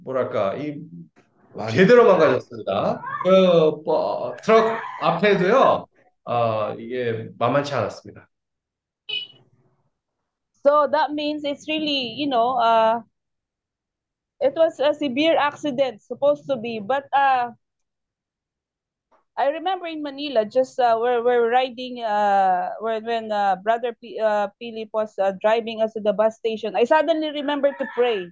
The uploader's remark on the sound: zoom meeting